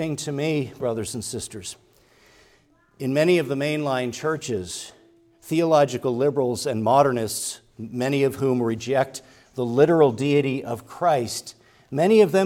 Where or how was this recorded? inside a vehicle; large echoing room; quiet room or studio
large echoing room